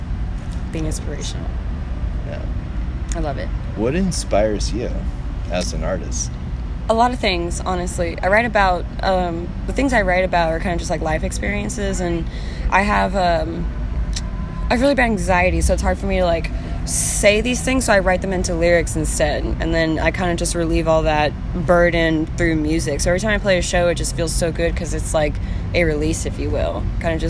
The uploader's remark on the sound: at the Mesa Music Festival